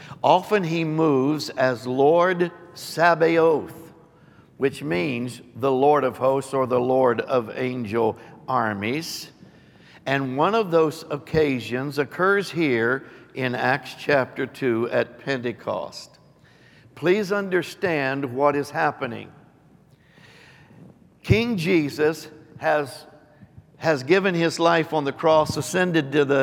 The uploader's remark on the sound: Recorded live on 6/5/22.